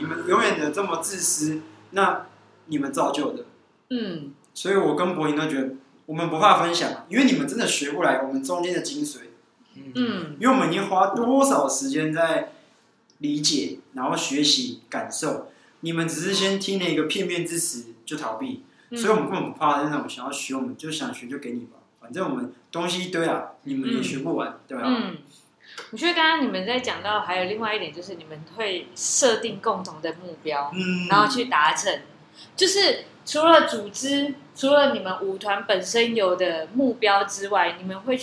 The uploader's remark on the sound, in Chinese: 錄音地點｜ 藍色咖啡館 108台北市萬華區大理街131號